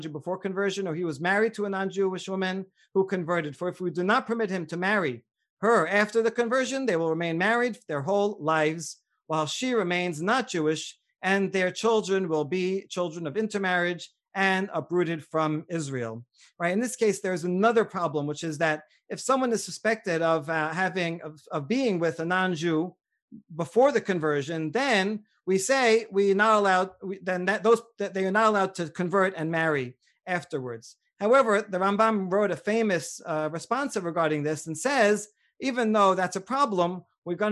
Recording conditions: video call